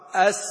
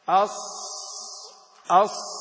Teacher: صفير السين أبين من صفير الصاد للإطباق الذي في الصاد · Term: الصفير